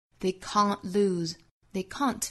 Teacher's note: they can't 尾部的 t 略掉， lose 尾部的 s 一读浊辅音，不是 lose 而是 lose。发音部分我们就顺完了，我们再看美音的发音哈。美音呢其实就是有两处小区别，一个是 smart,美音之中读 smart, smart,smart, smart,有一个卷舌音，后面的 they can't lose,这个